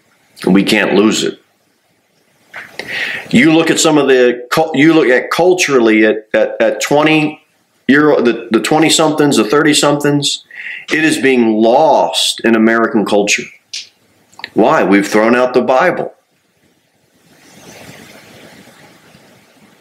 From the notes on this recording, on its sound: Sermon delivered at Pilgrim Baptist Church on Thursday, January 4, 2024, at 6-15 pm.